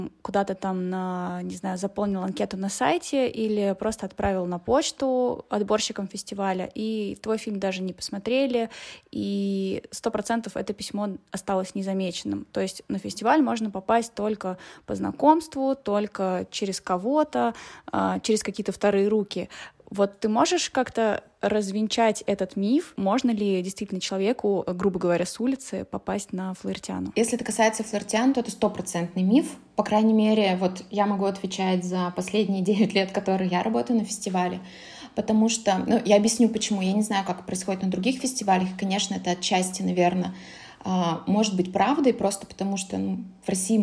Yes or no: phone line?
no